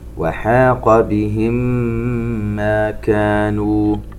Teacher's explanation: ميم ساكنة وبعدها ميم، إدغام مثلين صغير